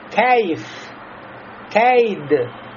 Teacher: фатха не должна быть переходящей в сторону кясры, как будто кейф, кейф, а должна быть кейф, кейд, поняли, да? · Term: ималя